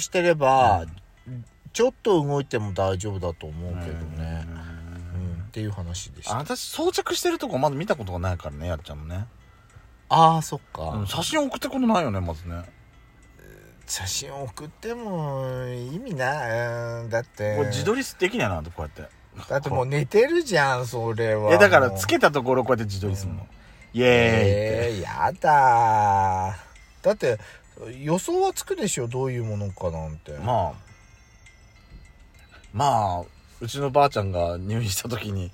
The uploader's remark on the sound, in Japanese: パーキング収録。